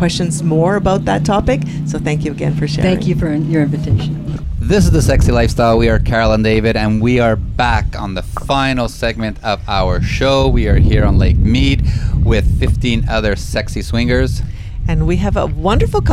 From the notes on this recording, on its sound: Broadcast on location from our annual swinger houseboat trip on Lake Mead, NV, with 15 full-swap swinger couples.